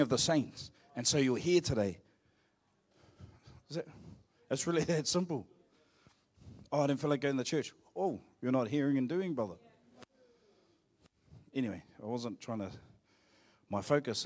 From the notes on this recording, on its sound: Live From IwiTapu Destiny Church Hawkes bay.